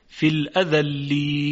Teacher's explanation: یا به طول یعنی شش حرکت · Term: مد عارض